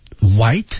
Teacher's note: white 还得 T 失去爆破